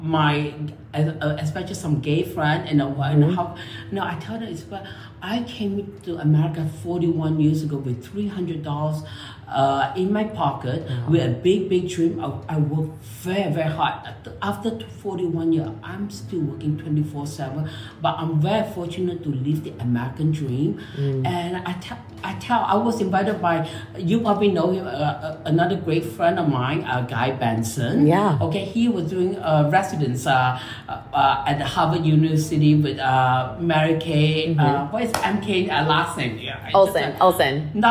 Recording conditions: echo